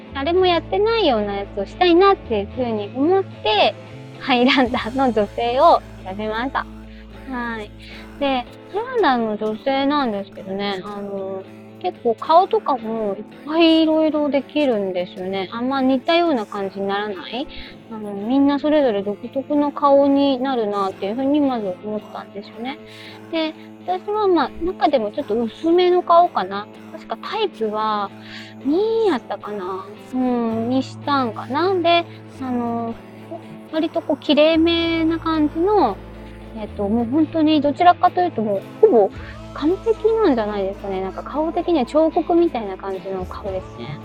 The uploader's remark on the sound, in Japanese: 音悪。運転中に録音したので、音声悪いです。実験で一人でしゃべってみました。